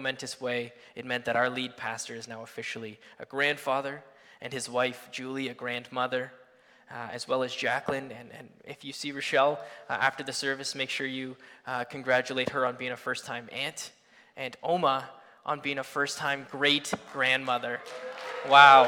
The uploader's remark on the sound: Sunday Morning Service